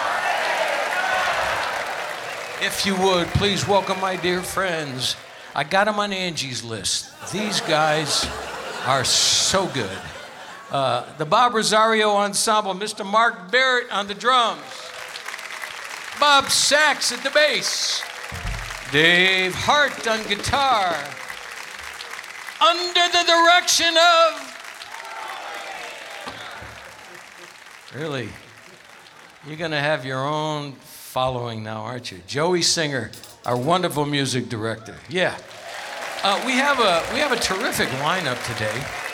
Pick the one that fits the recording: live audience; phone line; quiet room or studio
live audience